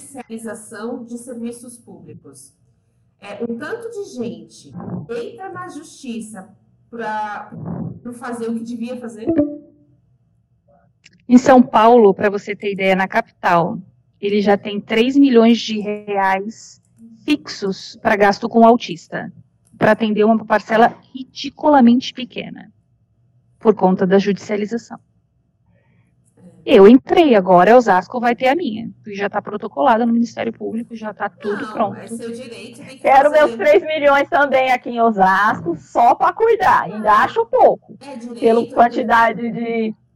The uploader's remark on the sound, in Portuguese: DESCULPEM PELA QUALIDADE DO AUDIO.